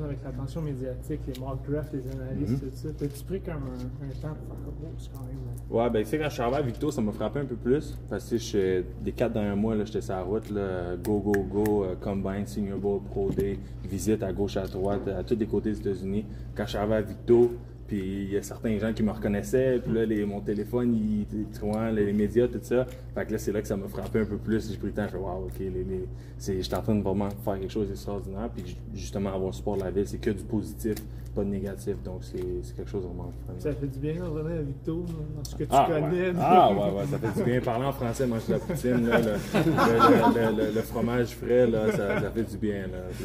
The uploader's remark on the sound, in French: En direct de son rassemblement à Victoriaville à l'aube du début du draft.